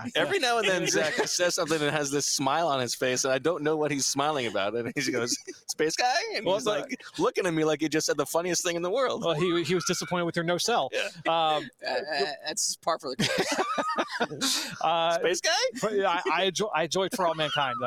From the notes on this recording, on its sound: Live from Indianapolis for the NFL Scouting Combine.